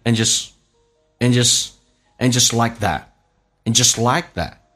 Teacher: and 在口语化当中经常说成嗯，或直接发一个这个前鼻音叫嗯。Just 说成啊，说成啊，这个发音变成 and just like that.